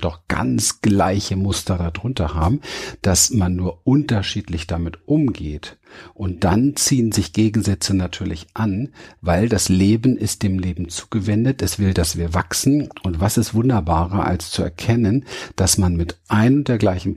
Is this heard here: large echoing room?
no